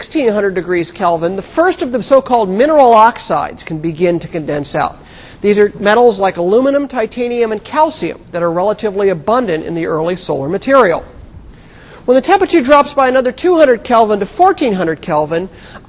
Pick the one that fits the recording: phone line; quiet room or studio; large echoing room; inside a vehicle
large echoing room